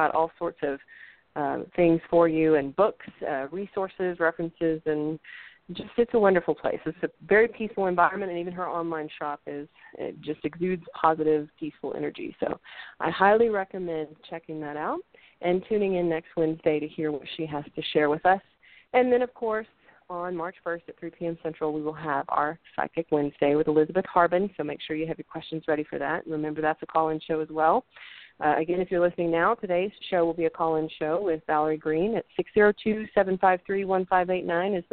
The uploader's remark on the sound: A Call-In Show.